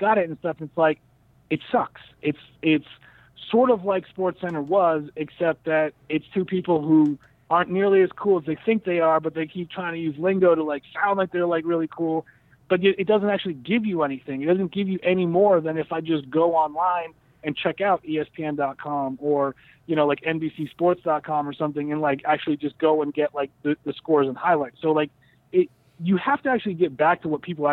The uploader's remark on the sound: Are once again joined on the phone.